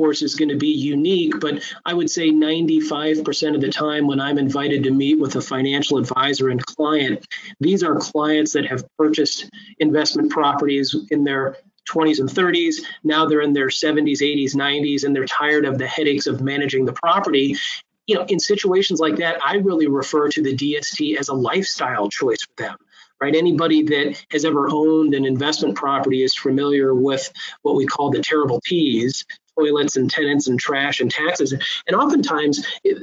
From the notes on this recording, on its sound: Recording of my August 10, 2021 Live Webinar